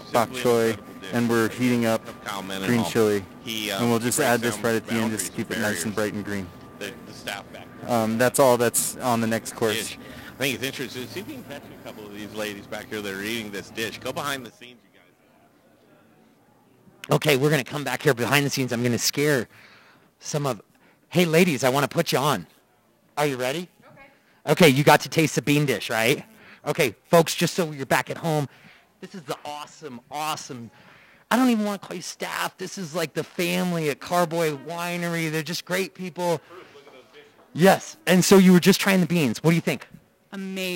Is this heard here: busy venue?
yes